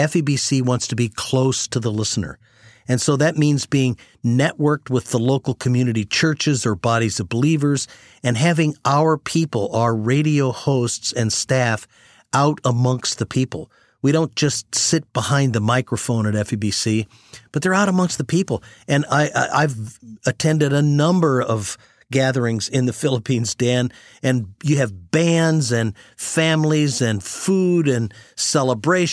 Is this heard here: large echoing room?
no